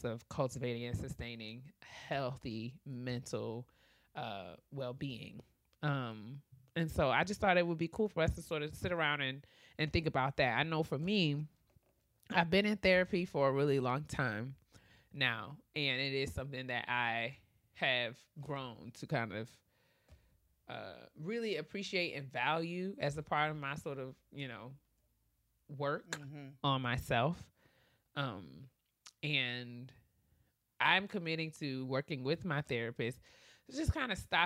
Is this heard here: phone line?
no